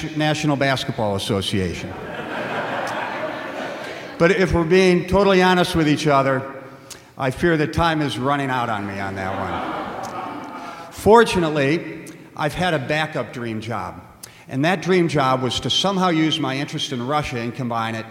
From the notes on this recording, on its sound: The Adult Education Committee has planned its own variation on the popular live storytelling medium, the Moth Radio Hour. This live storytelling at First Pres, featuring real stories shared, in person, by fellow church members.